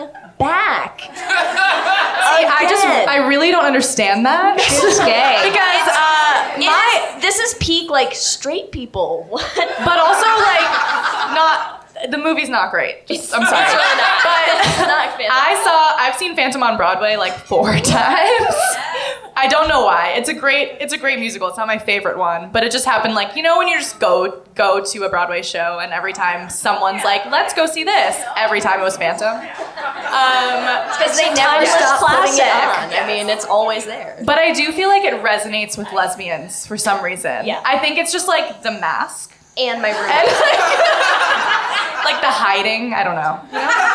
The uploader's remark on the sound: LIVE from the Bell House. For their first LIVE SHOW in New York at the Bell House.